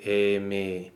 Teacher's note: It's just bringing the vowels closer together, okay, while retaining each vowel's quality. So that the open e will still be an open e, just a little bit less open. · Term: vocalic harmonization